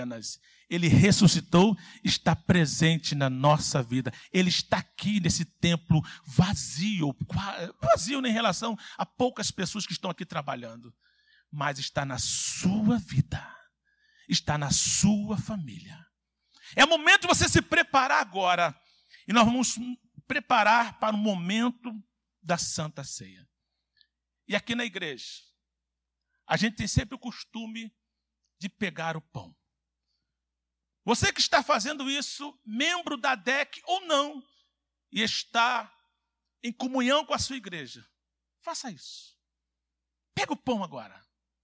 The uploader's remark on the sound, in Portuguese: CULTO AO VIVO – SANTA CEIA